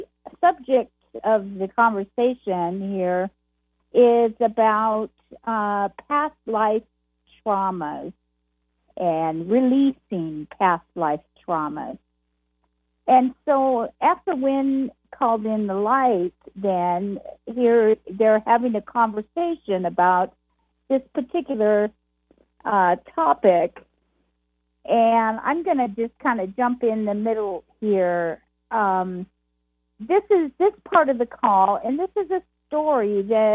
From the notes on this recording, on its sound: Conference Call LIVE, August 15, 2022.